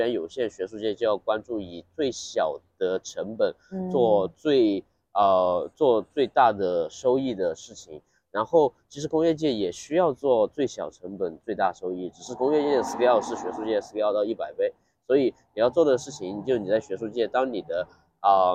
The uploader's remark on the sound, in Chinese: 是在ICML 2023 International Conference on Machine Learning, 国际机器学习大会 的现场录制的。这次在室外录制，嘉宾还在生病，不免有些杂音。